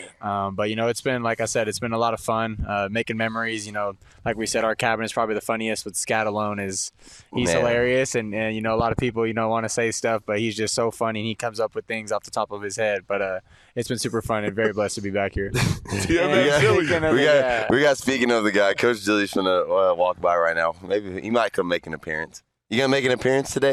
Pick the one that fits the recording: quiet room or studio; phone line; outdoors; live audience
outdoors